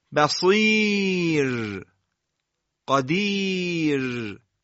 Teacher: راء با حالت نازک و سایشی ادا میشه · Term: ترقیق